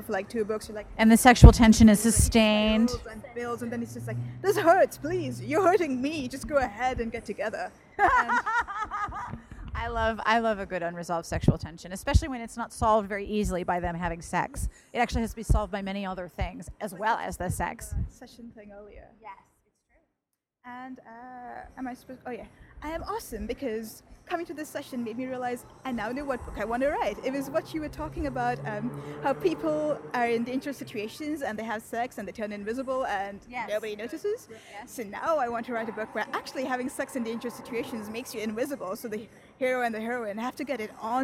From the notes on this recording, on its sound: Session at the Melbourne Writers Festival. Hanging out in the festival area with a few readers and a book seller.